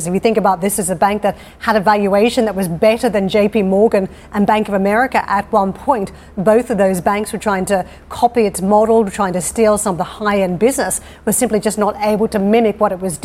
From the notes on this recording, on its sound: We are live at the WEF Growth Forum in Geneva